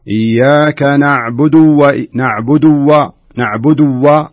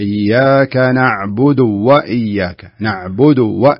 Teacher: يعني احنا لو فتحنا على لو فتحنا المصحف على الكلمة وجدنا الدال مضمومة ثم يأتي بعدها حرف الواو كذا، فلابد أن نثبت الضمة في الدال ثم ننطق الواو ولا ندغمها · Shown in: second take